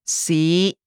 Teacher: You'll find this tone in the Cantonese word for time, or see. The fifth tone is another rising tone. It starts low, then rises to the middle of your range.